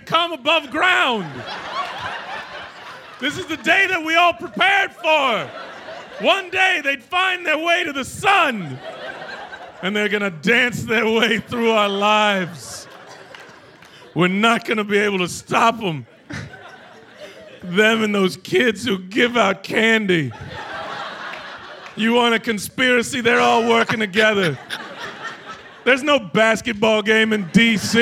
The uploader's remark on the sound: Onstage at their recent live show in Brooklyn.